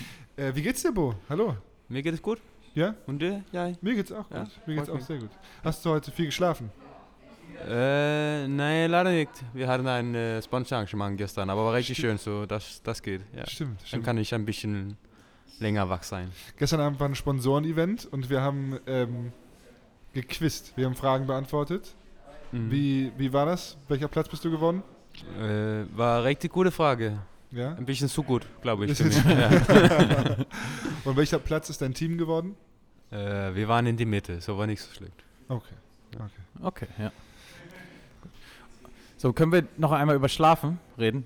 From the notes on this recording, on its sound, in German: Live-Podcast aus dem Electra Store in Hamburg. Das war das Setting des ersten "Anruf in Anwesenheit" Live-Podcasts.